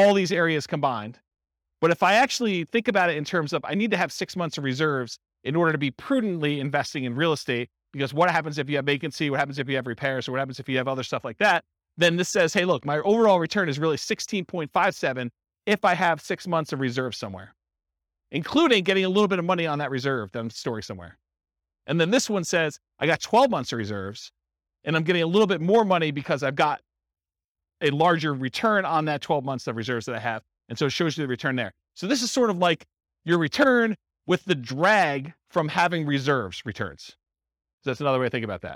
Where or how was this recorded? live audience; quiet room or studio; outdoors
live audience